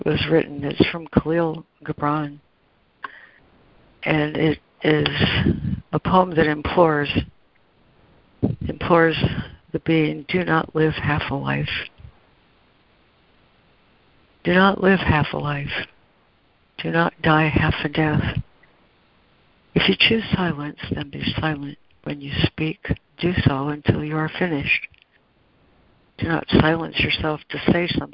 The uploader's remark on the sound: ACIM Daily Conference Call